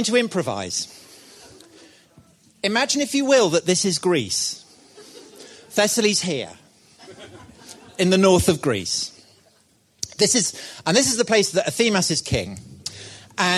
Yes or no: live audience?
yes